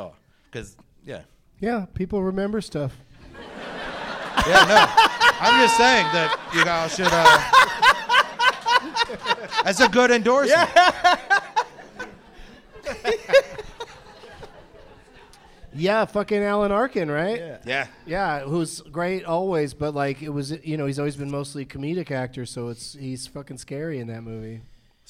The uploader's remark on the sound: Live from The Comedy Zone in Charlotte